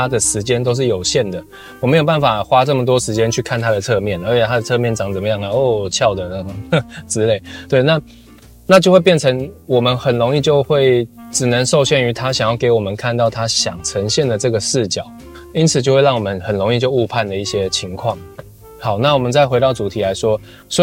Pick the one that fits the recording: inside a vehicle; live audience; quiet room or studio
inside a vehicle